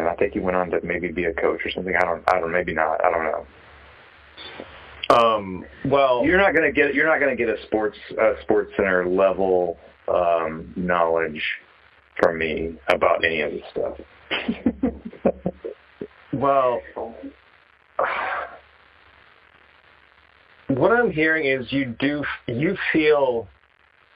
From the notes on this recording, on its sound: I check-in via phone call